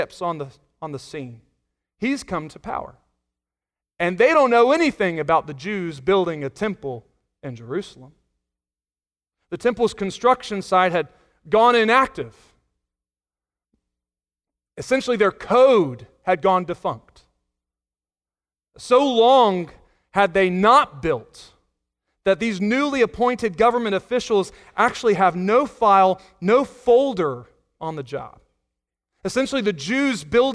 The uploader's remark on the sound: Sunday Morning Sermon Audio